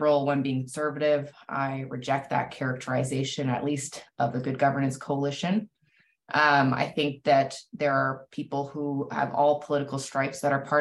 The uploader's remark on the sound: LSO Bencher Election Candidates Virtual Town Hall.